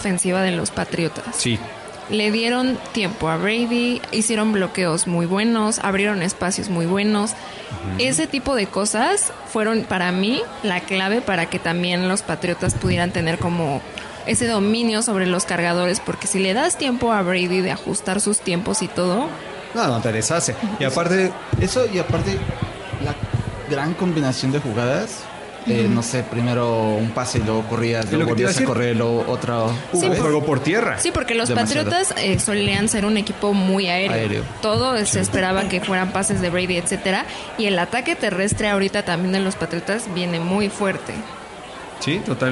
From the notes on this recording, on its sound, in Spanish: Tiene casa llena! Transmiten desde la ruidosa Nueva Orleans.